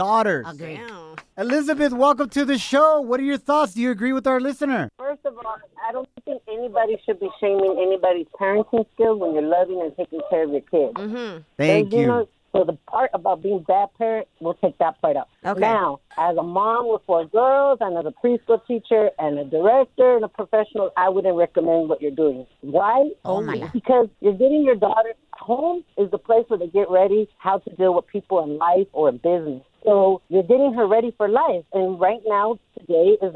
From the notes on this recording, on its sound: we opened up the phone lines